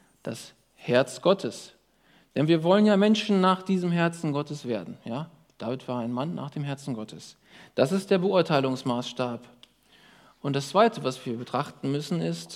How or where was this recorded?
large echoing room